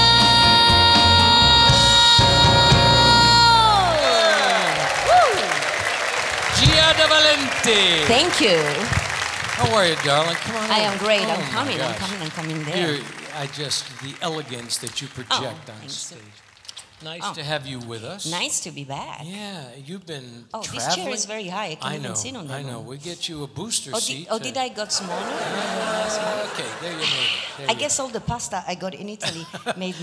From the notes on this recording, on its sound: Live at the South Point Casino